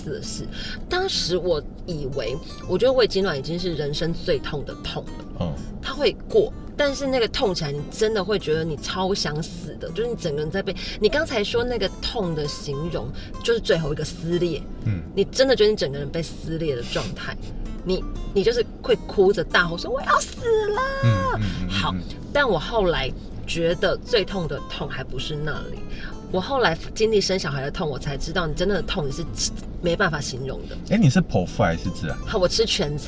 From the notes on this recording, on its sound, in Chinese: 這集部分是在車子裡面錄音，抱歉了爛音質